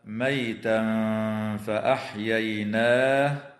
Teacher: ويخفى التنوين عند الفاء مع الغنة مرققة